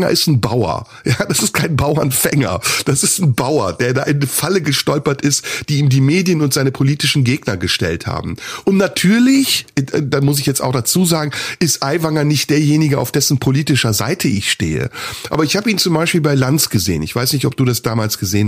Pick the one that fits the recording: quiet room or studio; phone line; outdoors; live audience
quiet room or studio